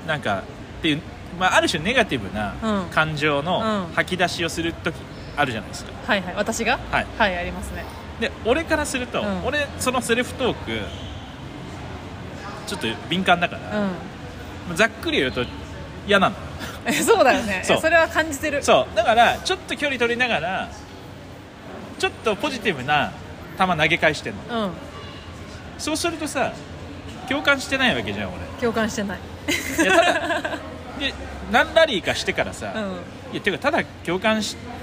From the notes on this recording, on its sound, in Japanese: マラウイからの公開収録の様子をお届けします。